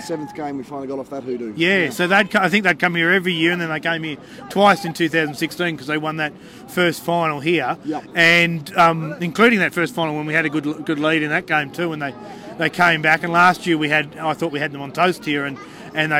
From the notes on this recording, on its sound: was on location after the match as the crowd streamed out!